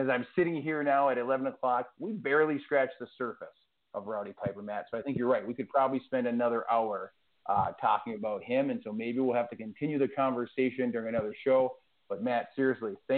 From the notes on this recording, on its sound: we take your calls live on the air